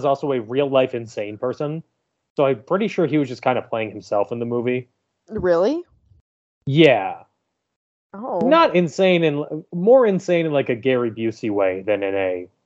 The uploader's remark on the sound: apologies for the audio quality of this episode, there was a recording issue